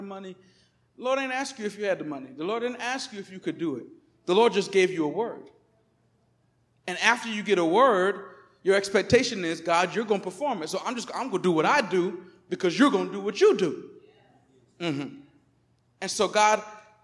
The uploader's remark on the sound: Recorded on 2016-09-11 at the 11:30am Service.